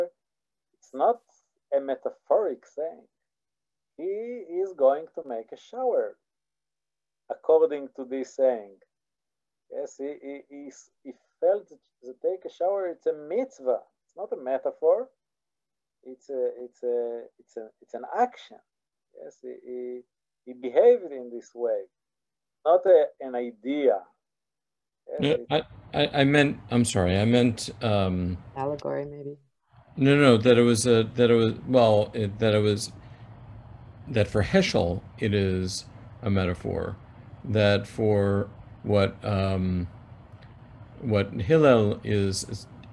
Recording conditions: video call